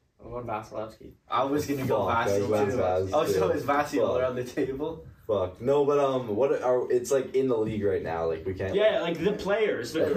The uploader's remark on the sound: SORRY FOR AUDIO PROBLEMS. We are so sorry for the audio problems in this ep!